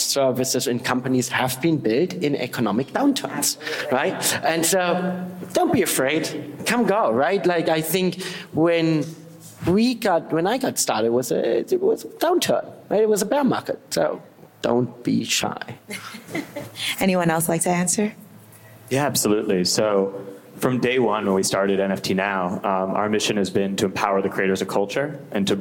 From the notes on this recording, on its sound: Presented by Beatport.io, the "Digital Resonance" panel at Gateway Korea featured a varied array of viewpoints presented by five distinct speakers representing different areas of the music industry.